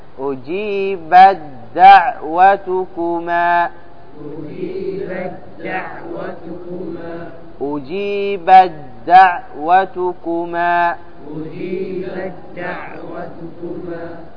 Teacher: هذا فيه إضغام كامل، تنطق الدال مشددة